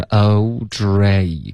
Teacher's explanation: 大家注意有两个双元音，OK，一定要滑动